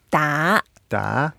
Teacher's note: The first word 达 is 达, second tone, go up.